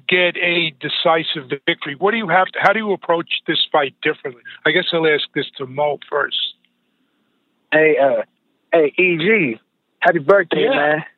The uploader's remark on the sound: The audio from the Bellator 175 call